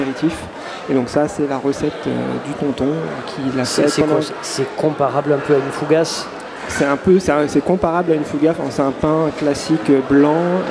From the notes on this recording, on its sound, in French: C'était jour de Grand Marché avec l’édition spéciale Bacalhau, rendez-vous sur la place des quais à la Friche Belle de Mai avec Les Grandes Tables. Radio Grenouille s'installe en live.